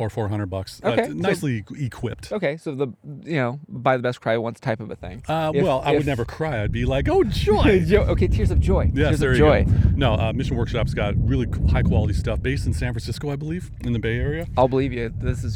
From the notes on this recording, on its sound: Recorded from the Oyster Dome. We recorded live from the top of the Whatcom famous Oyster Dome.